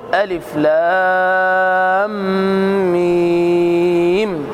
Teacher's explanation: اللام 6 حركات والميم 6 حركات · Term: مد لازم حرفي مثقل